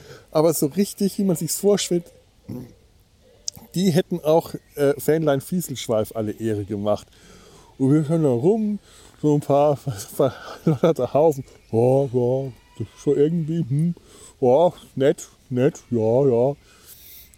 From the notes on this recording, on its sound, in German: Ihr Lager (das heisst: die Sumpf-Außen-Aufnahme-Station) am Kölner Rheinufer in der Nachbarschaft einiger freundlicher Schafe.